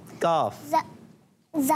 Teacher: जबान की जड़ और तालू के सख्त हिस्से से